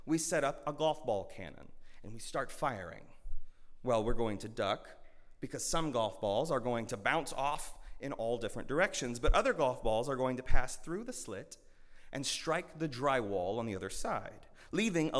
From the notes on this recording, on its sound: At Northminster Church on January 19, 2020.